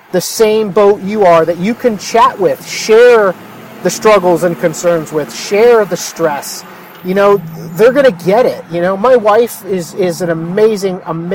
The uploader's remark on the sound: A short podcast I recorded while driving home from a mastermind meeting. I was stuck in traffic and decided to record while the topic was fresh on my mind. The audio might not be great but it is raw and right from the heart.